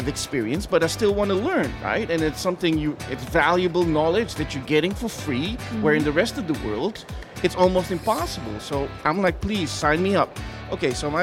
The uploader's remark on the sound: Live from Global Media Congress.